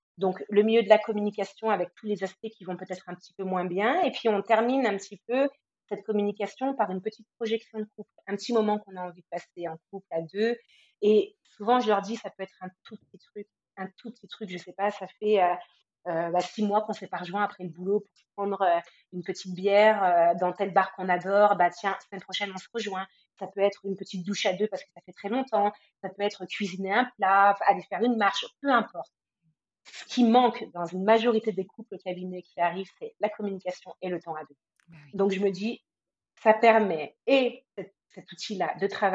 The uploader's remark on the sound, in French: Je m'excuse pour la qualité du son.